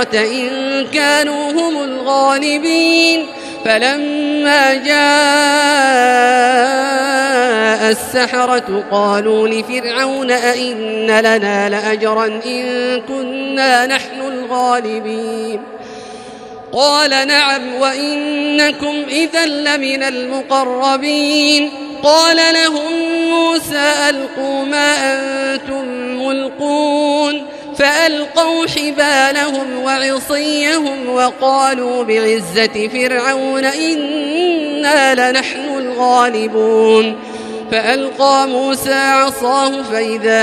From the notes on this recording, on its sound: This is Live Recitation from Masjid ul-Haram in Al-Makkah Al-Mukarramah, 1440 H./2019 A.D. Special thanks to Haramain Recordings for this recitation.